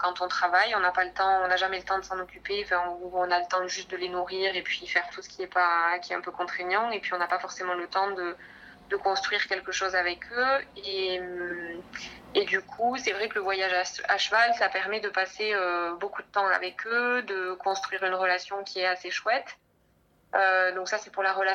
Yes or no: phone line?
yes